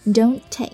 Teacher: 词尾的 t 和后面的 take 一起读成 don't take